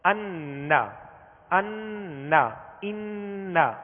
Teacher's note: تو ناک میں آواز لے جا کر ایک الف کی مقدار ٹھہریں گے، جیسے ان، اب اس کو ان لا نہیں پڑھیں گے، جیسے نا اشہد ان، تو اشہد ان لا نہیں پڑھیں گے، ورنہ یہ اخفا کا غنہ ہو جائے گا. اس میں نون واضح اور ظاہر ہوگا اور اس کا غنہ واضح ہوگا · Term: نون مشدد